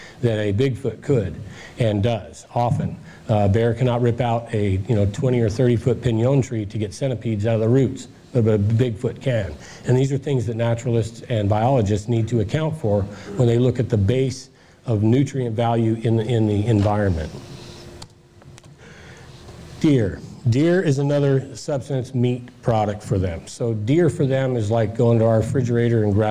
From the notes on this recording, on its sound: Presentation Michigan Bigfoot Conference.